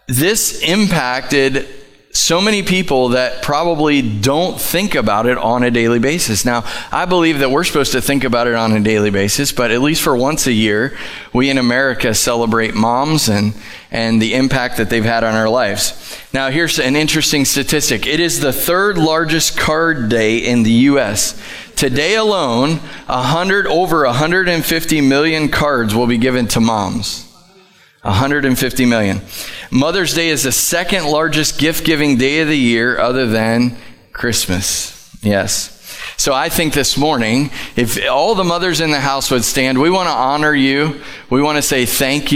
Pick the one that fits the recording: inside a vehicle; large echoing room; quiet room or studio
large echoing room